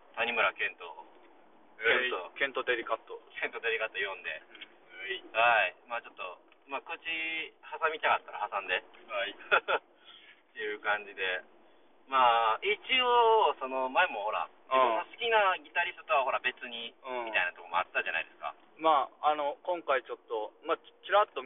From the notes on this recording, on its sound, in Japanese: 車中トークのため音質悪